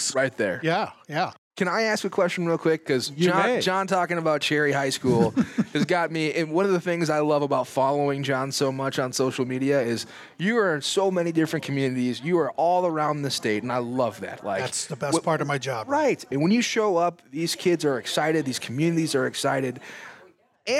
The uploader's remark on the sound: Live at TCO